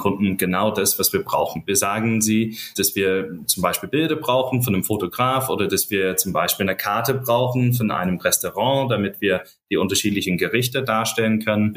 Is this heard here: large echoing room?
no